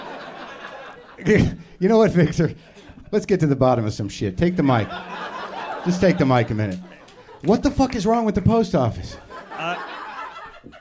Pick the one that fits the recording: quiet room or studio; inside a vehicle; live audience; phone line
live audience